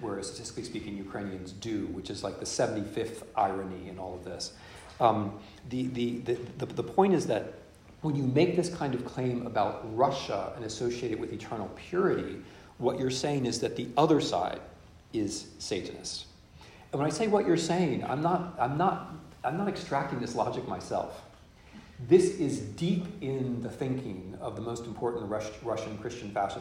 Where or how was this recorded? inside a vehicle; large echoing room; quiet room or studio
large echoing room